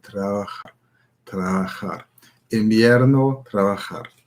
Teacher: das B wie ein B, bei dem die Lippen sich nicht berühren, zum Beispiel trabajar, trabajar, invierno, trabajar.